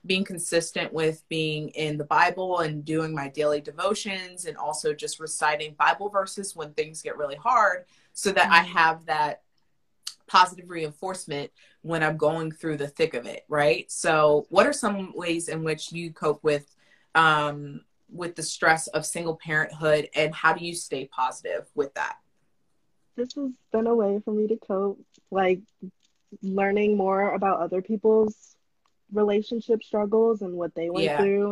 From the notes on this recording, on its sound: Instagram live replay